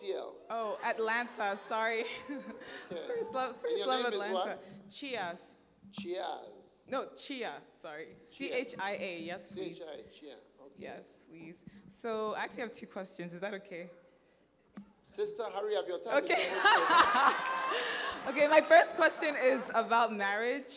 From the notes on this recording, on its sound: Preached at the Use It or Lose It Camp, USA.